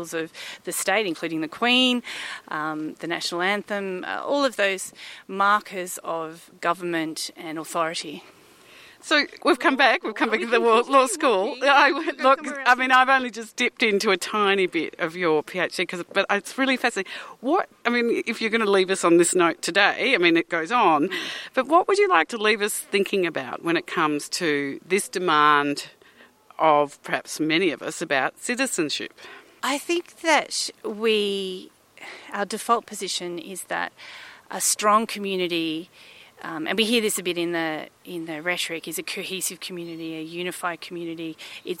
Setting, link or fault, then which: setting, outdoors